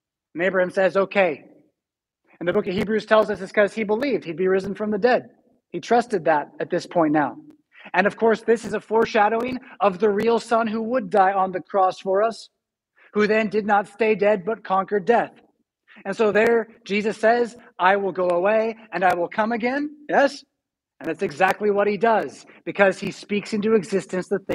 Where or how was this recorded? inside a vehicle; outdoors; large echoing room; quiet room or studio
large echoing room